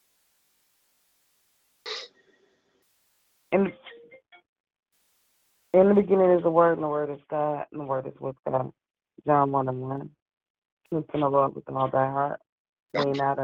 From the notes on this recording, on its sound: 6AM Prayer Call. Live Prayer.